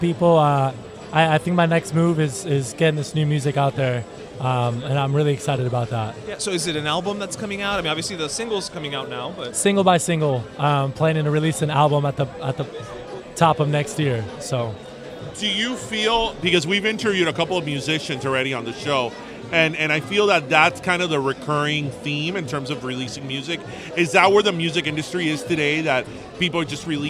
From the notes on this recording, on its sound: Live from Carnaval on the Mile